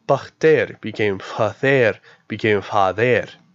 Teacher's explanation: The voiceless stops became fricatives unless another stop comes before it. So P became the bilabial voiceless fricative F